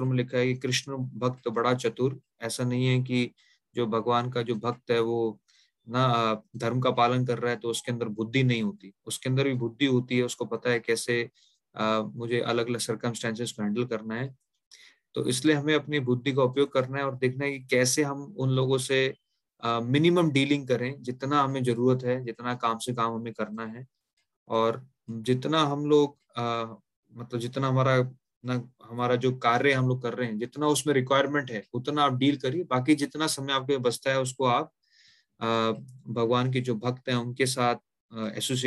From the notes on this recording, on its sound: Zoom recorded class